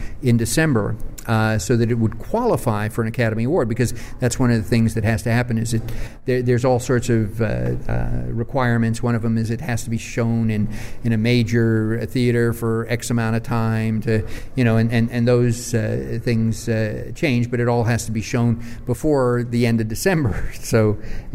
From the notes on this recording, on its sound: Recorded live at Disney's Hollywood Studios in Walt Disney World